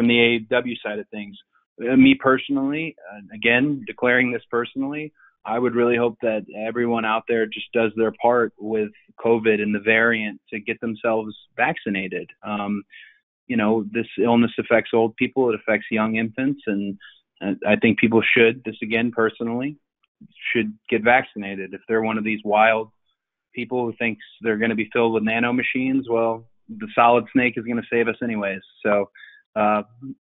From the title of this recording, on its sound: Media Conference Call